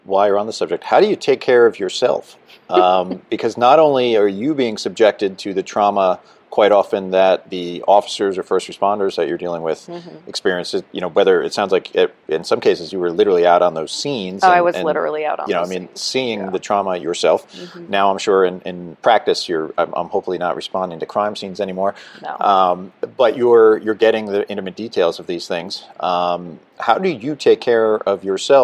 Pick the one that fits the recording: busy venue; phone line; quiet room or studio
busy venue